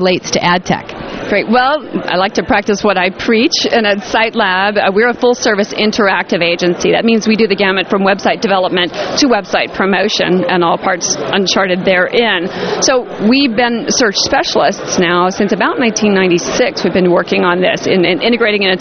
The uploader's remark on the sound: LIVE from the floor of ad-tech New York